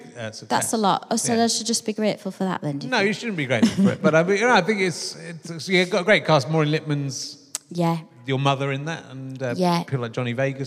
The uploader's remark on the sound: at Hull City Hall for his last RHLSTP recording of 2019